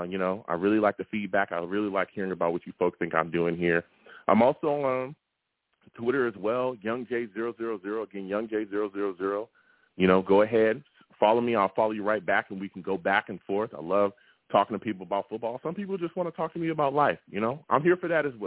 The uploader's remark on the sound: I also take live callers!